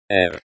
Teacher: R is a rolled R as in Spanish.